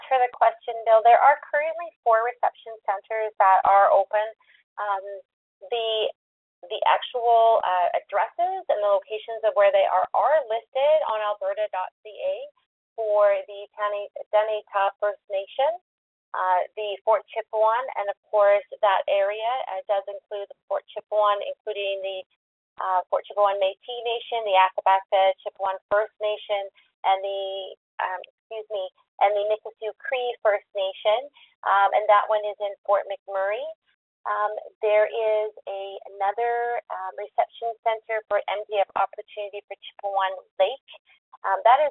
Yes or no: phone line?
yes